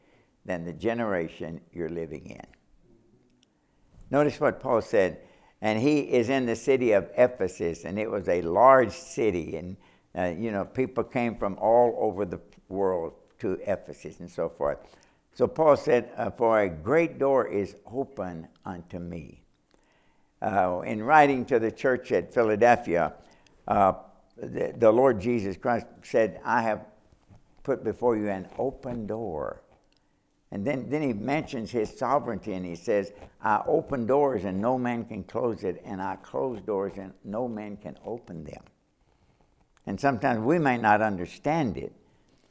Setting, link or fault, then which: setting, large echoing room